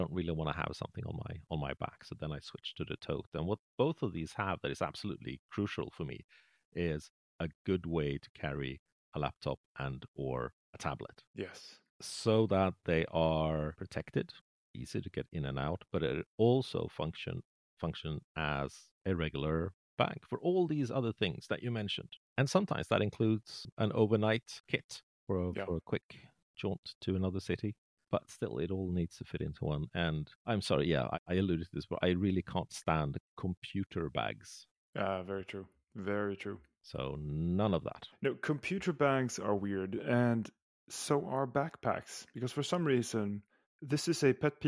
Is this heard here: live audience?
no